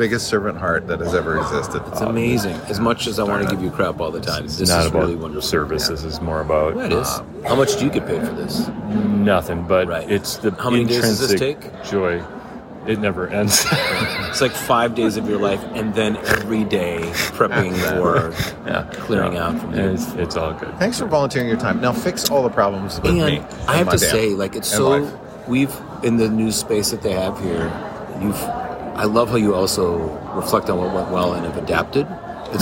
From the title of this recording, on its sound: LIVE from the 2023 BTN Festival